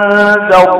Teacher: أأنذرتهم، النون ساكنة فأنذرتهم وراها ذال، الذال من حروف الإخفاء الحقيقي في البيت هي ذال، ذاتنا، ذال الإخفاء، وقعت بعد النون ساكنة إخفاء حقيقي بغنة مقدار حركتين